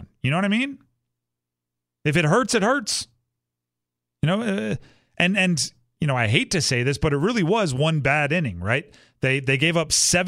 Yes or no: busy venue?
no